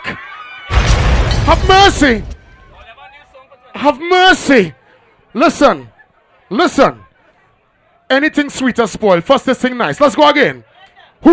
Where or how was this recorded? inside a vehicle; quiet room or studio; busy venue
busy venue